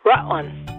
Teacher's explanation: in Rutland, we don't say our middle or final consonants.